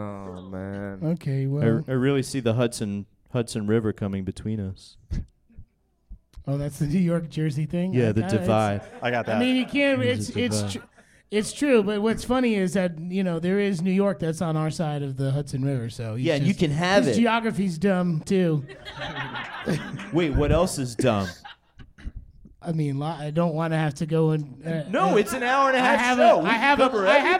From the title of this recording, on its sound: LIVE from SF Sketchfest